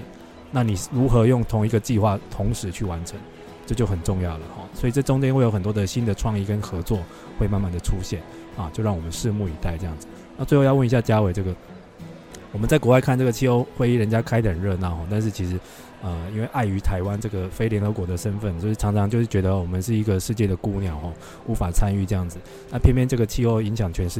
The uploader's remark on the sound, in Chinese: 於COP27埃及會場錄音，分享現場觀察！分享現場特別的【公正轉型】攤位。